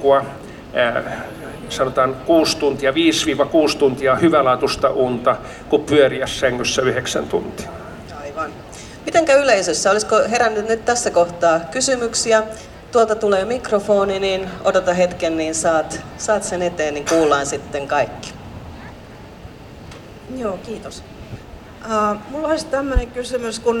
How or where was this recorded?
busy venue